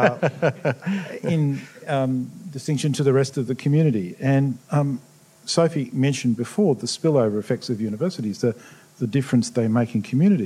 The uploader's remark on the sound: The Policy Shop podcast and the Grattan Institute co-hosted a special Policy Pitch event at the State Library Victoria. This recording has been edited for duration.